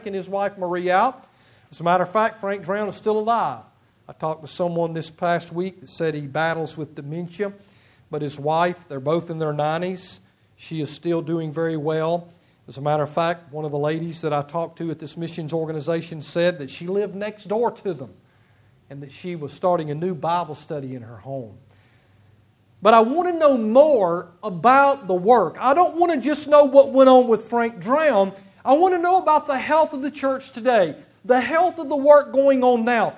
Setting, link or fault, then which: setting, large echoing room